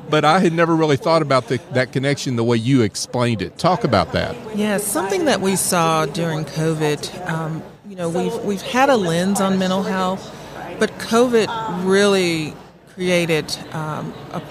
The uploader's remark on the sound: LIVE at the Business RadioX® remote at SOAHR 2023